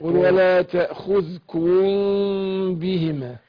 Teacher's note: في الميم الساكنة وبعدها الباء فيها عمل واحد اللي هو الاخفاء